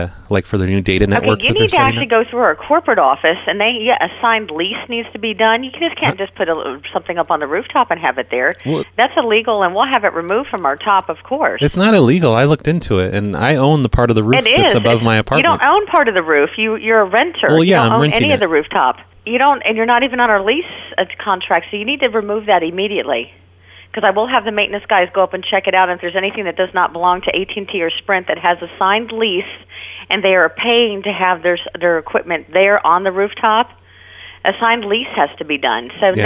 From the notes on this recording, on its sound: Prank Phone Calls Collection